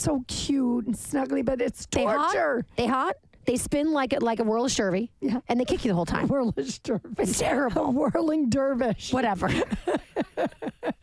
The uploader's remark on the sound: Recorded this bitch in the car on the way to the airport.